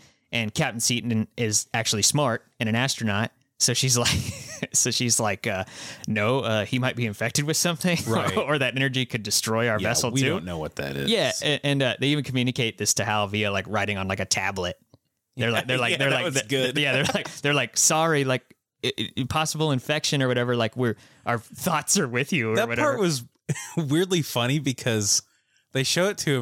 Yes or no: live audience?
no